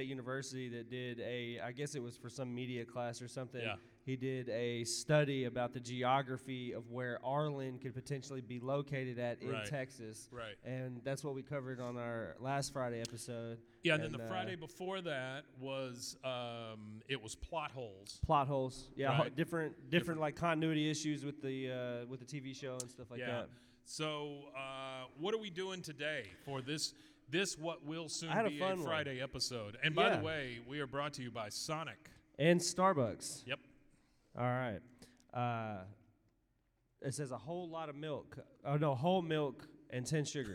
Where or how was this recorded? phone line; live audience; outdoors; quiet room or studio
live audience